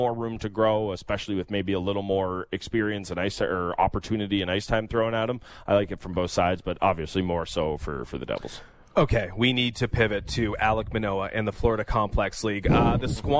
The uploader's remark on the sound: We’re live from the 14th annual Joe Carter Classic Golf Tournament at Glen Abbey Golf Club!